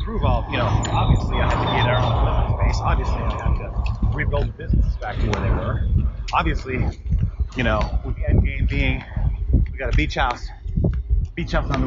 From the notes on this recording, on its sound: Just a warning the sound quality on this is abysmal. I'm walking next to a busy road for most of it with apple airpods.